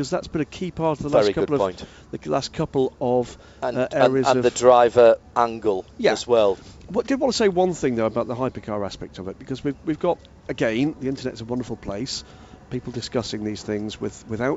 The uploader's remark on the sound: live at Le Mans for this week’s show